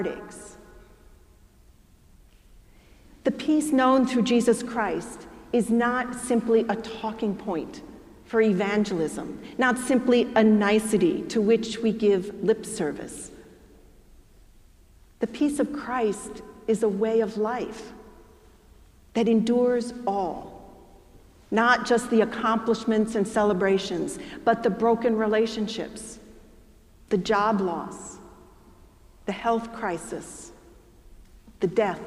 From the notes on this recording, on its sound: preached at our celebration of the Holy Eucharist on the Twenty-third Sunday after Pentecost